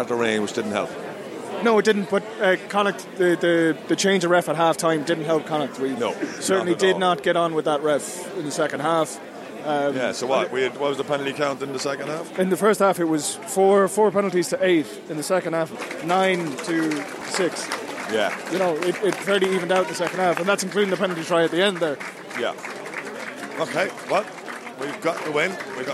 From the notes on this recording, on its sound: in the post match press conference